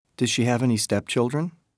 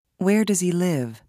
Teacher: Pay attention to the linking of sounds in does she and does he. · Term: Linking sounds